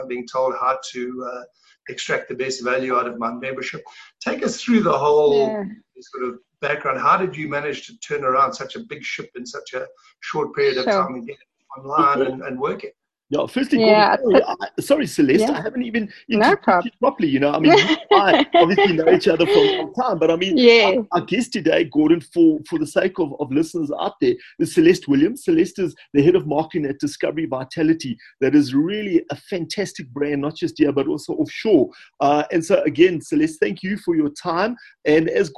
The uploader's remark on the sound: via a Zoom call